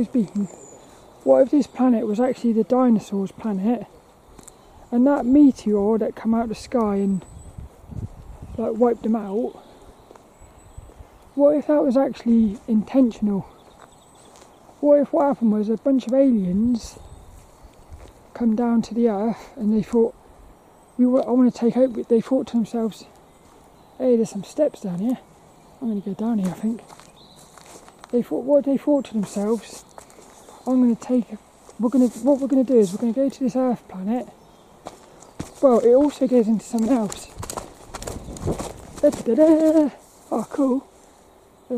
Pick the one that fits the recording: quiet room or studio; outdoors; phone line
outdoors